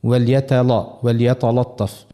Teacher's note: مجاورتها للطاء، خاطر جاءت بعدها طاء، اللام هذيك متبوعة بطاء، والطاء حرف قوي، حرف مستعلي ومطبق ومفخم، فينجم الطاء هذيك تأثر على اللام وتخليها هي بيدها مفخمة